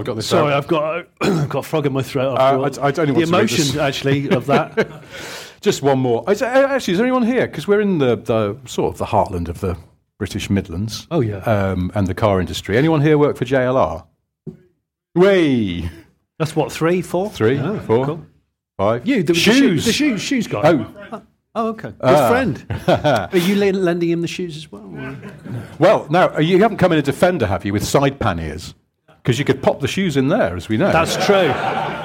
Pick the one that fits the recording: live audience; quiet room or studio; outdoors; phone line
live audience